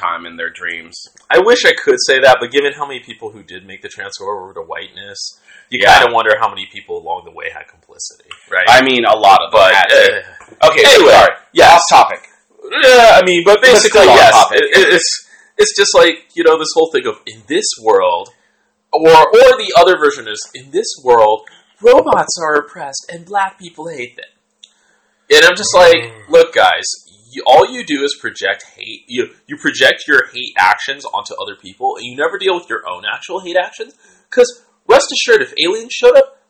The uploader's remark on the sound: Sorry for the jump in the sound quality at the end. We had some audio issues and had to rerecord the last part etc.